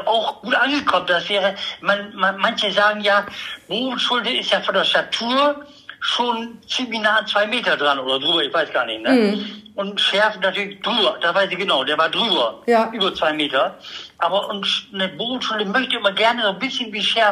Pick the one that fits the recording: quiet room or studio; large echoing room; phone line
phone line